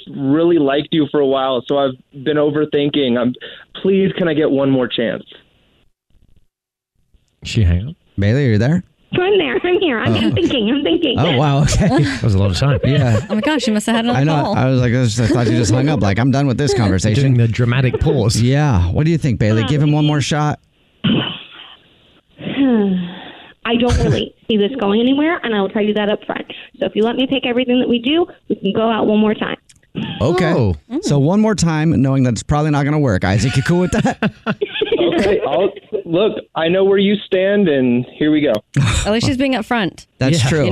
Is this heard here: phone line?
yes